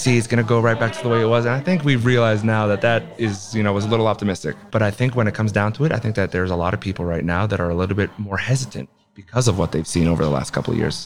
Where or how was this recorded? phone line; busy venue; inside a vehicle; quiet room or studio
busy venue